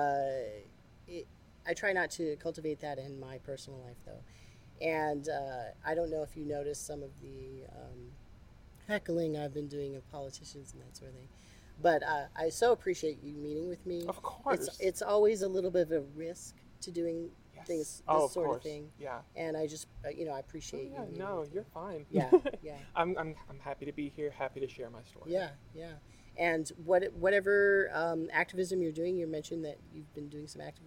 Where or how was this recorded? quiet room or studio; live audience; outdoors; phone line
outdoors